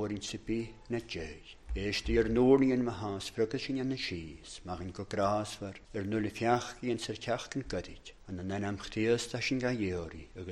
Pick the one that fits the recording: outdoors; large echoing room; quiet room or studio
large echoing room